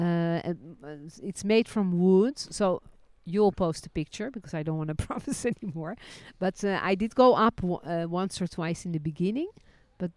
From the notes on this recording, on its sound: This week we record from the beautiful gardens of "Beit Hansen". Today, it has been transformed into a walled oasis in the Talbiye neighborhood of Jerusalem with an organic farm restaurant, tapas bar and academy of art.